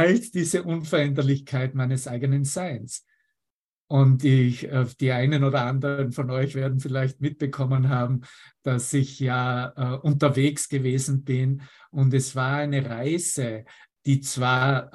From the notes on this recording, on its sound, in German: Zoom-Session. Veranstaltet von der Aleph Akademie.